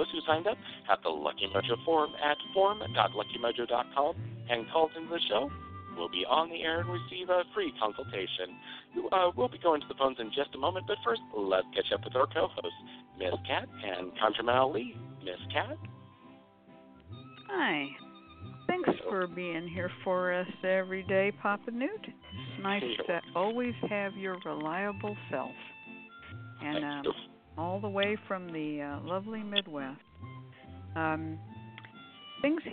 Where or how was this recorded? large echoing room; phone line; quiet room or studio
phone line